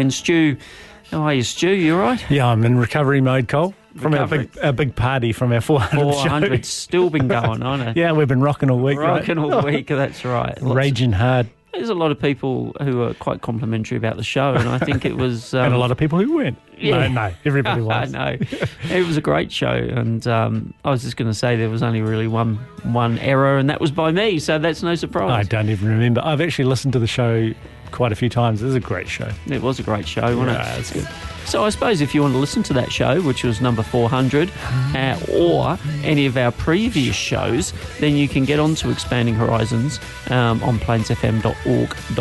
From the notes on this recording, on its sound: LIVE on the phone